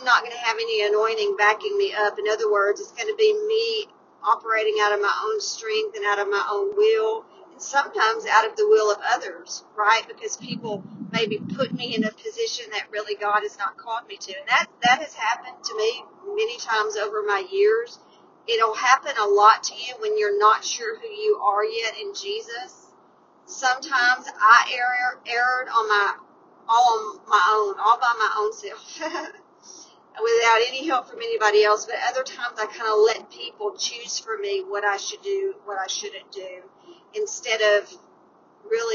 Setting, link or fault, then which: setting, inside a vehicle